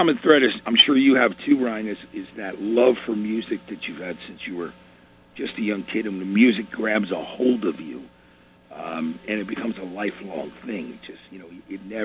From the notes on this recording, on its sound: called in for a chat